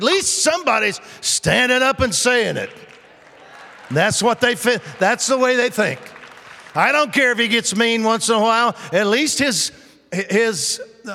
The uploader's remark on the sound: Recorded live at The Hub. The Oasis Church, Middletown Ohio.